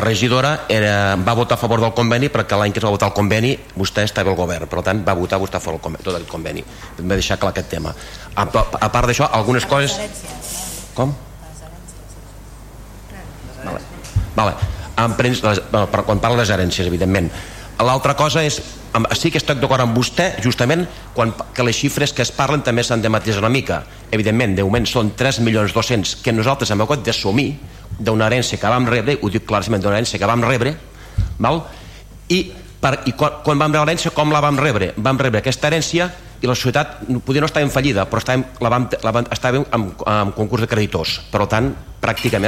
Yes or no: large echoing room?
yes